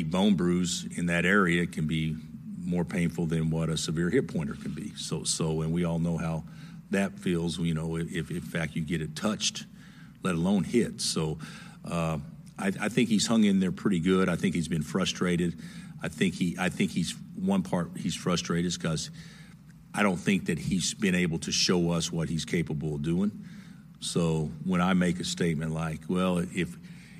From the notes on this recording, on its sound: full press conference audio, all from Fort Worth, TX